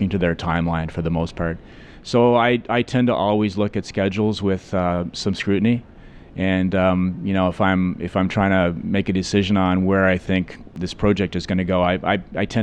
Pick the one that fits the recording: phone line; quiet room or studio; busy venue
busy venue